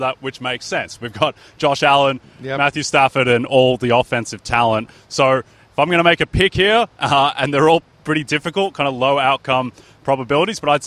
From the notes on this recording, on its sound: Live from SoFi Stadium in Los Angeles.